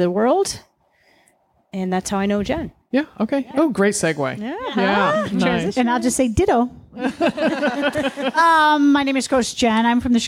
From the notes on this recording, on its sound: In front of a live audience on Hilton Head Island.